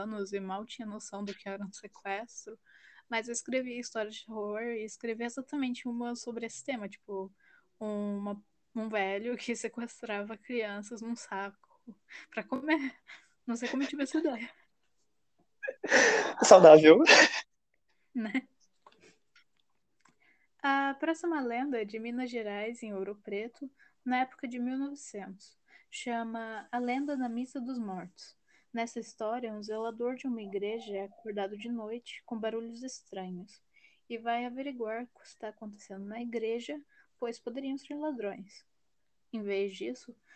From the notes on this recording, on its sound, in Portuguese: Aviso: Há variações no volume do áudio.